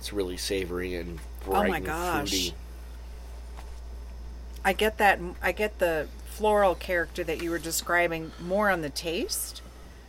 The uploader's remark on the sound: Sit outside on a starry night.